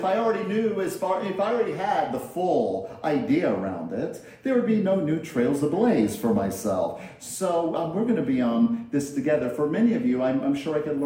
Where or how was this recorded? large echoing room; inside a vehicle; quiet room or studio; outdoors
large echoing room